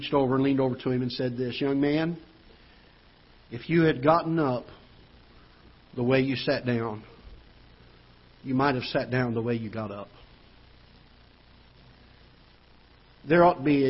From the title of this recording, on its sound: Ketha Heights Baptist Church ~ Live Broadcast